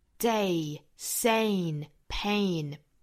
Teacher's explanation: insane 这个词跟前面包括像 day 包括后面的 pain 它们都是一个元音啊，都是双元音 a 的发音